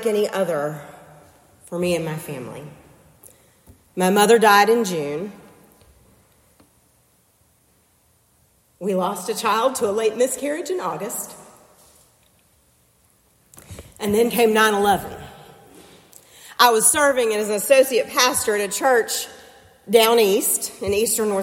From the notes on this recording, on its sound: preached for worship with First Presbyterian Church in Concord, NC on December 17, 2023